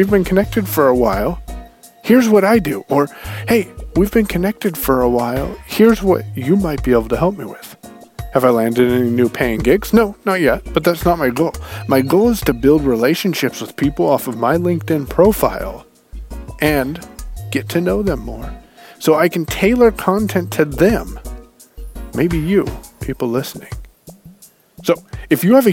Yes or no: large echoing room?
no